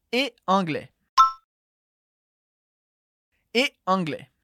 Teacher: Perceba que esse E se escreve ET, mas a gente não pronuncia o T, nem nunca faz liaison com esse E.